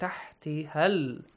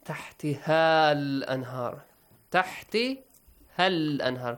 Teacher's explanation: Quickly join ها to that لام. · Shown in: first take